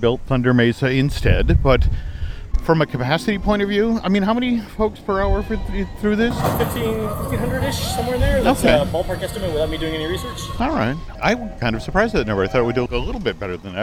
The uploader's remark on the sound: Continue their audio tour of the 2018 version of WDW’s Magic Kingdom with a stroll along the Rivers of America.